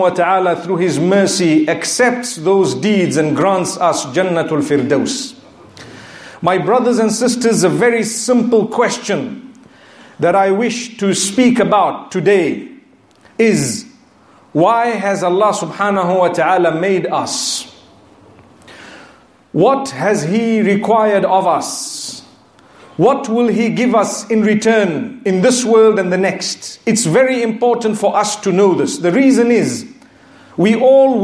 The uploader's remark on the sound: Friday Jumu’ah Lecture from Masjid Al Rahmah in Liverpool.